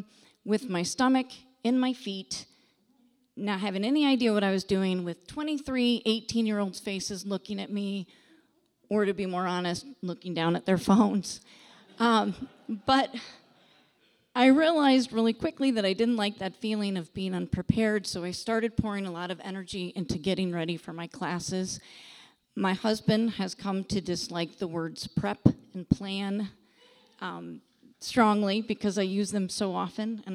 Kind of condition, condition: setting, live audience